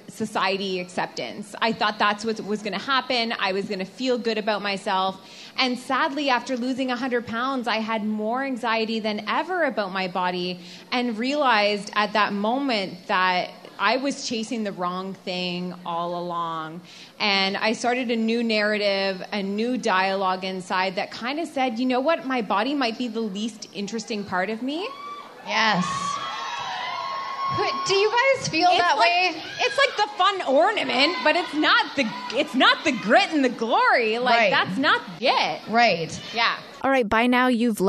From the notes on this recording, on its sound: Vancouver Live Show. Comes to us live in Vancouver from her Fall Crawl Tour.